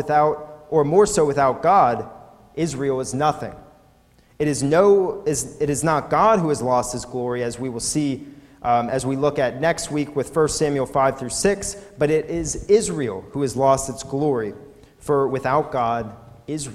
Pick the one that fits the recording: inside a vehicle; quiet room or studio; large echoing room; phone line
large echoing room